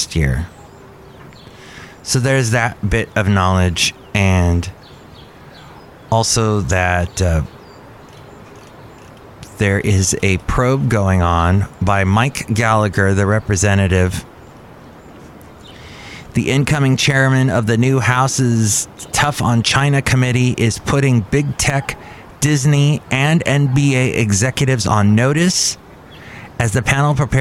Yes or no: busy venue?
yes